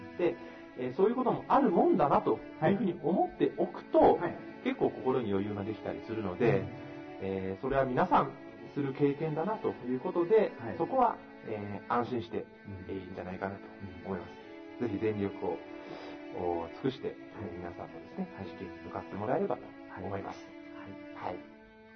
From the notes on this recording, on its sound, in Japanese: 音声悪くてごめんなさい。録音時の機材状態により音声が聞きづらいです。